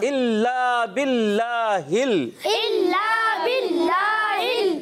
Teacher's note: जहाँ भी अल्लाह पाक का नाम है उससे पहले जेर आ रहा है तो क्या हो जाएगा? नाम बारीक, बारीक हो जाएगा।